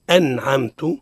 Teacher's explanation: أظهرنا النون الساكنة من غير غنة · Term: الإظهار